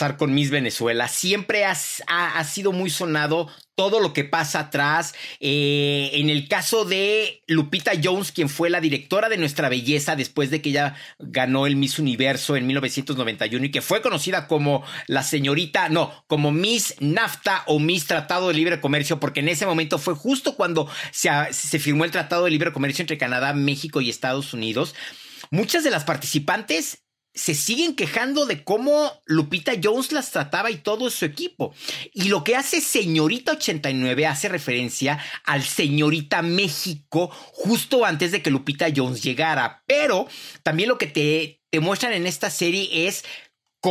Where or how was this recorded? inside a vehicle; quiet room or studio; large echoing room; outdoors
quiet room or studio